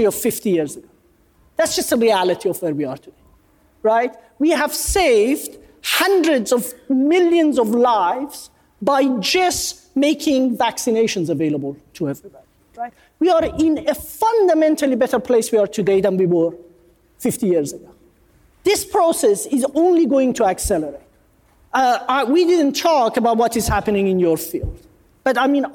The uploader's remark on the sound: This episode was recorded on the main stage at the 2019 CNS Summit in Boca Raton, Florida.